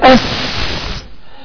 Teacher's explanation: قول اف اقول اف وشوف وغط ايدك امام الفم هتلاقي الهواء بيضرب في الكف بتاع ايدك، ده الهواء، ده اسمه الهمس